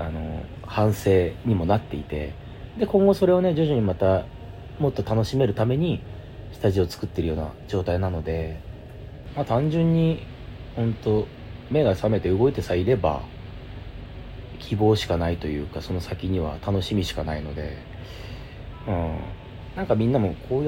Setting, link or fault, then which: fault, background noise